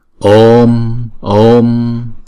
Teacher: Chữ O vốn là diphthong cho nên chúng ta sẽ đọc hai nhịp. Chúng ta đọc chữ O hai nhịp trước rồi chúng ta mới đóng chữ O đó lại bằng một anuswara.